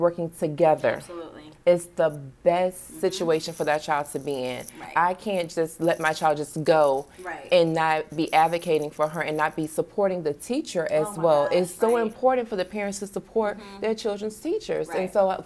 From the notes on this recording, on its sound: We were in a very popular and busy hotel in the Washington, DC area. There are some minor noise issues.